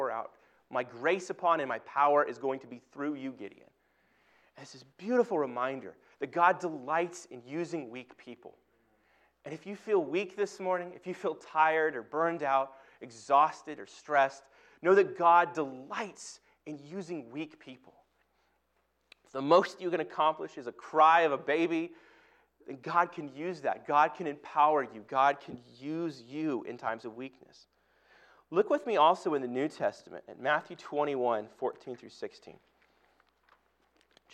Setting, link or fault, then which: setting, large echoing room